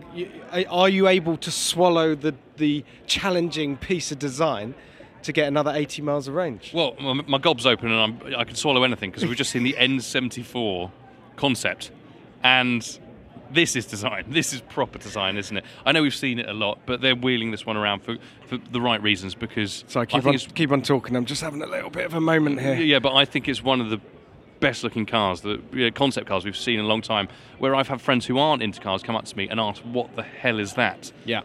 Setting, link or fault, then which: setting, busy venue